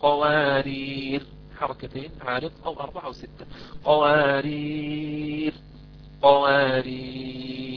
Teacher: يوقف عليها بسكون الراء مع المد العارض